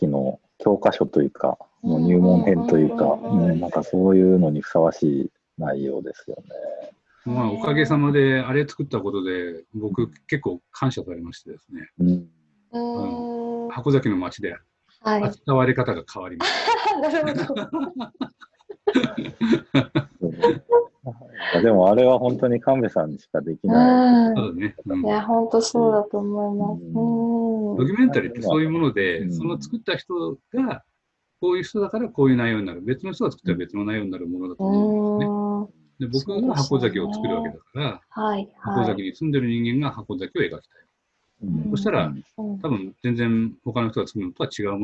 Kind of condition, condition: link, video call